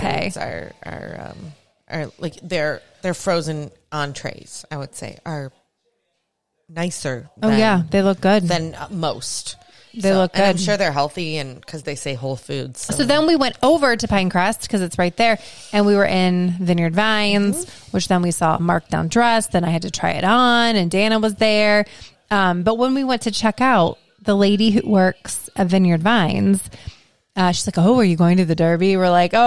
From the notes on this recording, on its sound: Podcasting before a live studio audience. We have some teenagers watching us podcast…who are we kidding they left right after we mentioned them.